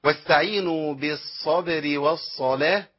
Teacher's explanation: يبقى أنا محتاج أن أخلص الباء المقلقلة بالصبر